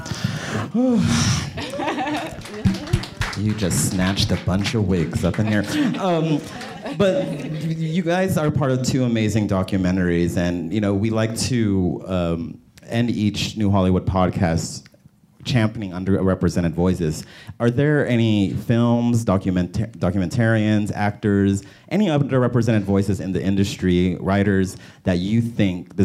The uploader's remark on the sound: Live from Sundance!